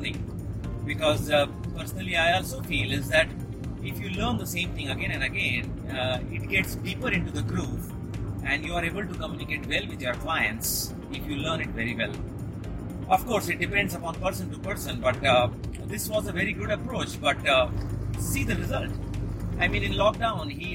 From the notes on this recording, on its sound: Special solo podcast on the move- this one was quick and random done while driving car.